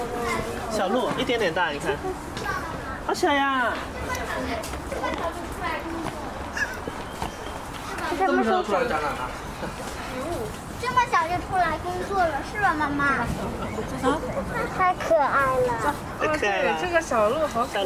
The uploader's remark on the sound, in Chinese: 带着录音机去跨年。31号那天带着老婆孩子去上海跨年。带上录音机，录了些游玩过程中的声音。连大虹桥区域都没出。